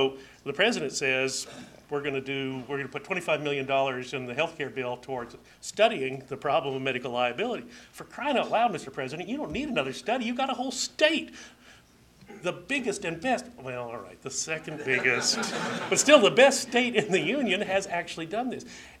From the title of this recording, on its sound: At Ripon Society Health Forum on April 14, 2011